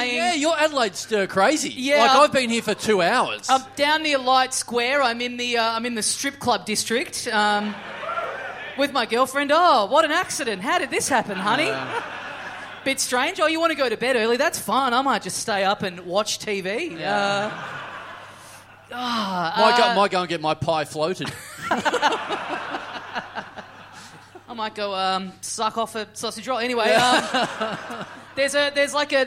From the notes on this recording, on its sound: Live! We're back in Adelaide, LIVE. In front of a red-hot crowd!